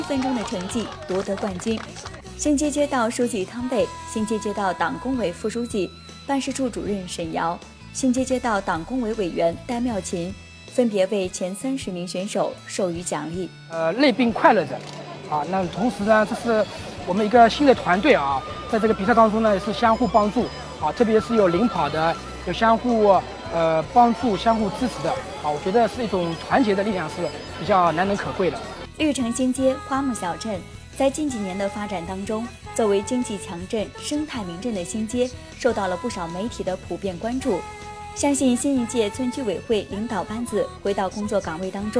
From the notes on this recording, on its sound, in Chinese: 走进萧山干部湘湖毅行活动现场。